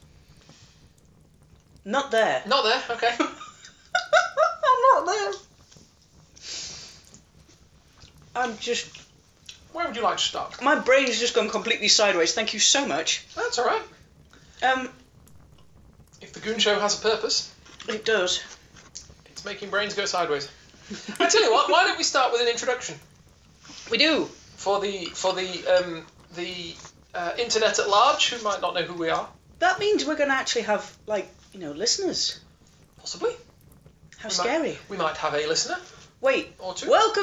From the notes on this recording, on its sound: Background campfire ambience assembled using samples and mixing tool. If you’ve listened to any later episodes you’ll notice the campfire ambience sound effect is louder in this one.